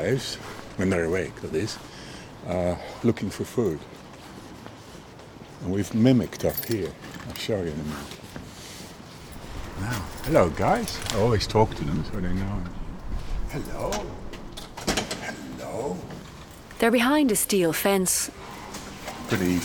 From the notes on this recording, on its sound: Captures a stunning soundscape: the sounds from Dublin Zoo at night. Most spectacular, the wolves; most endearing, the snuffling elephants. (A short Irish radio documentary from RTE Radio Ireland).